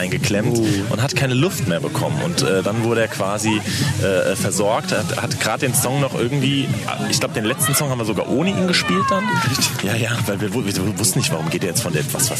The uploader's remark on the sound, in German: Auf dem Open Flair Festival in Eschwege unterwegs.